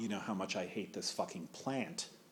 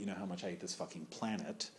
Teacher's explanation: it's a perfect iambic pentameter line with a feminine ending · Shown in: second take · which would be appropriate, a kind of breath at the end of the line.